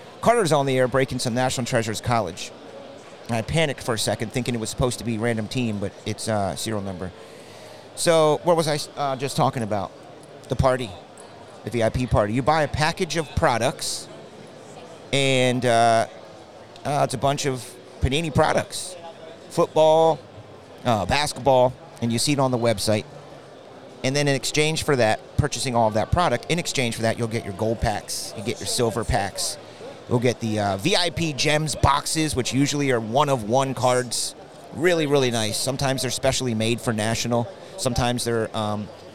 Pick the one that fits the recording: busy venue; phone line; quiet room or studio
busy venue